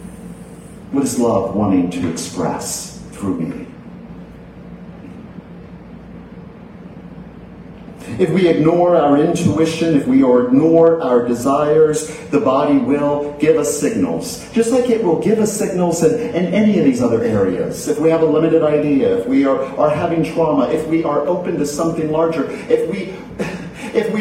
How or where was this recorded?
large echoing room